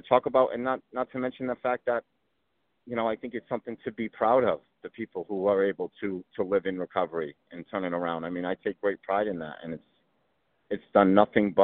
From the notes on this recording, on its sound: Quick 15 minute phone call. Calls in while driving into NYC (the audio is a little choppy).